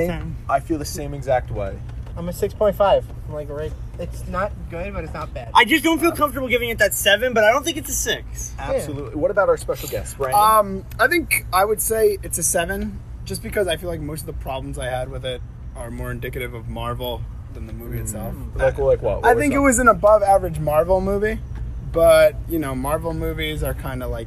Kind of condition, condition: setting, outdoors